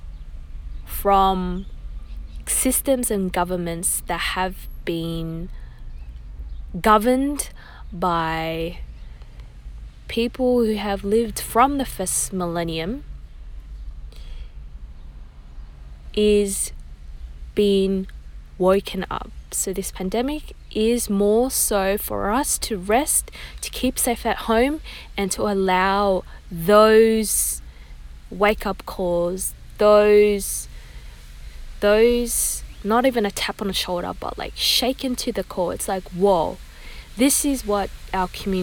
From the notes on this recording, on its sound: Recorded raw in my car after driving with my dog to drop off my sister to work.